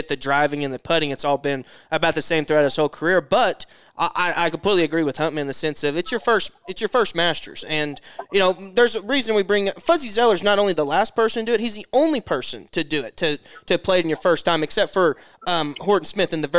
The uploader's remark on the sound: Live from Augusta!